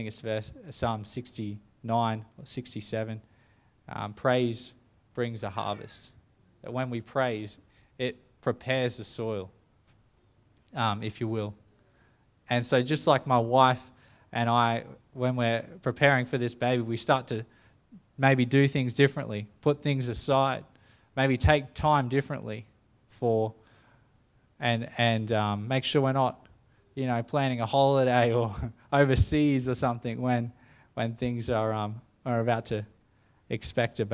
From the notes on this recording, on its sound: The live stream of Destiny Church Atherton.